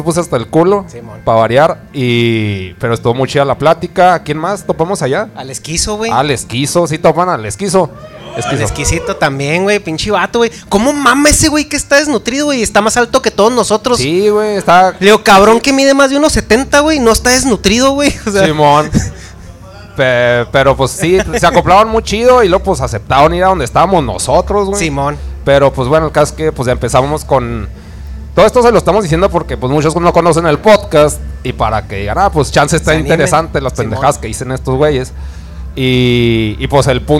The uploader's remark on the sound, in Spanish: Episodio Especial En Vivo Desde El Dragon Rojo